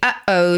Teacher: you will see that you're making that sort of stop of airflow in the middle · Term: glottal stop